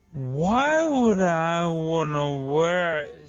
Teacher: 当读得比较快的时候，这个 wear it 这个 R 呢舌尖卷起来的动作几乎就没有了